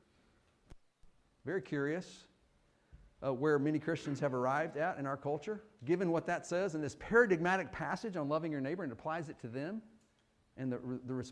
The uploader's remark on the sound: Fuquay-Varina church of Christ sermon audio